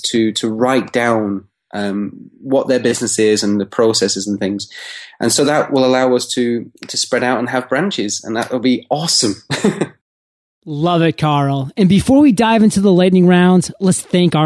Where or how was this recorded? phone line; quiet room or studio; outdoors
quiet room or studio